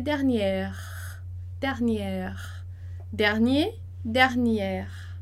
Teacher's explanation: Então, dernier, e no feminino, dernière, dernière. Então, esse E ali do final em dernière, ele é muito sutil